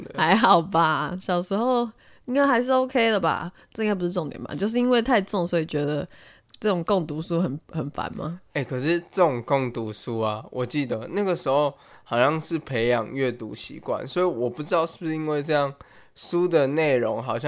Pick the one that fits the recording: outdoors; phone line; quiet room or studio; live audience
quiet room or studio